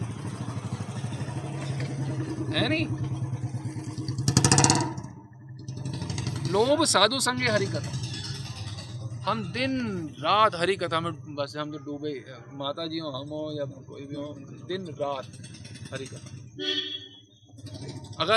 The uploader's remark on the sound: delivered at Yamuna Tat, Sri Vrndavan Dhaam